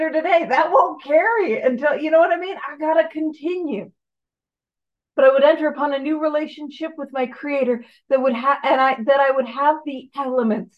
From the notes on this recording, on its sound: On the Zoom platform 12/10/2023. Gives a talk on Step 12 on the Zoom platform.